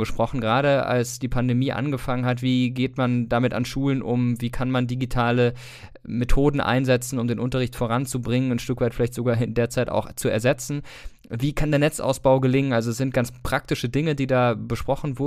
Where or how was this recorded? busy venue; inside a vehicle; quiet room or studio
quiet room or studio